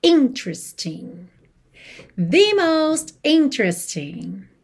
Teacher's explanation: atenção à sílaba tônica dessa palavra, que é a primeira